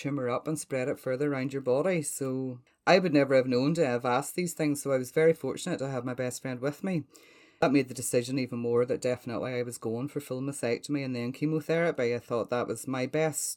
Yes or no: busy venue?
no